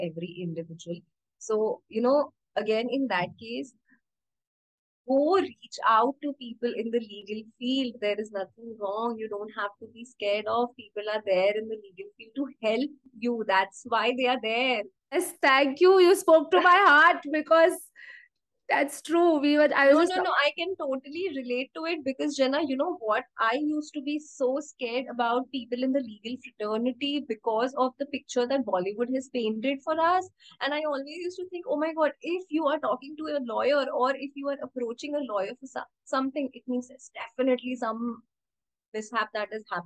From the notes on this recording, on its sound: Instagram Live